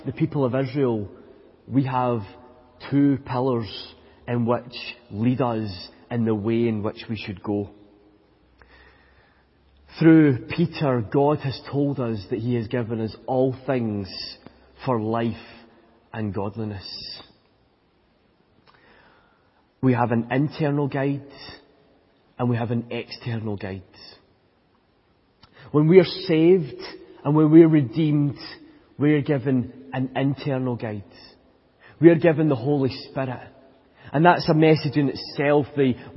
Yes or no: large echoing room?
yes